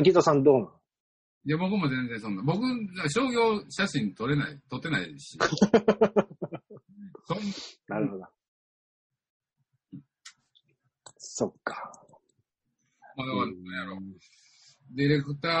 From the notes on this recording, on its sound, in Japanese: ZOOMで収録分から切り出し。エコーだいぶ解消しました。